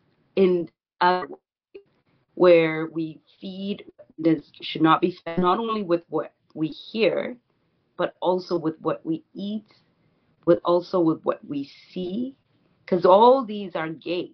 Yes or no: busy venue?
no